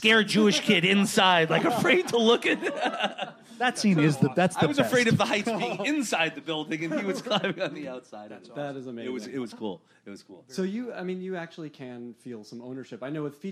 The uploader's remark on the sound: Recorded June 5, 2015 at ATX Television Festival.